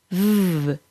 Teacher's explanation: If you feel more vibration on your bottom lip, you're probably accidentally creating a V sound by placing the bottom lip too close to the top front teeth.